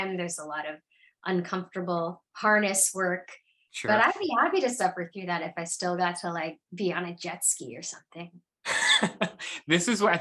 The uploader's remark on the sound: all before Zoom cuts us off.